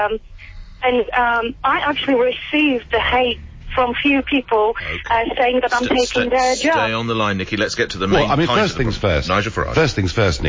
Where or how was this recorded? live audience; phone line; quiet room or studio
phone line